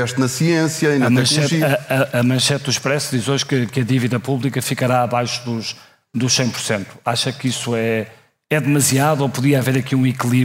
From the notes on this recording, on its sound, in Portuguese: episódio especial ao vivo no Festival de Podcasts do Expresso